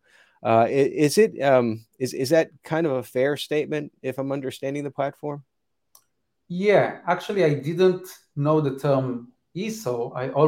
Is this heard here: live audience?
no